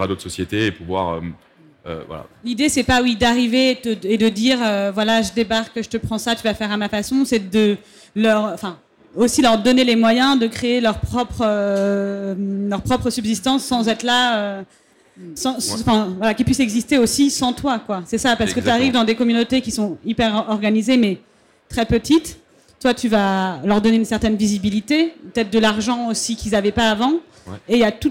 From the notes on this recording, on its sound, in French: Sur la Scène Liquide, Omnivore Food Festival 2021.